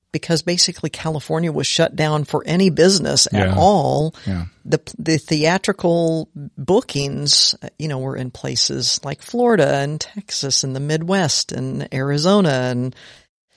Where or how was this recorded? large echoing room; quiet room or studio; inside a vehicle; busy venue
quiet room or studio